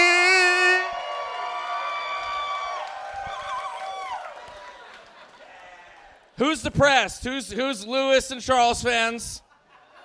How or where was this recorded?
live audience